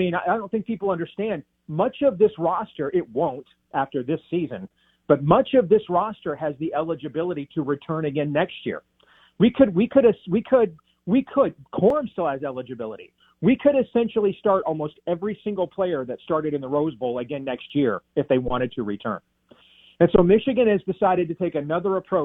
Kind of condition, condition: link, phone line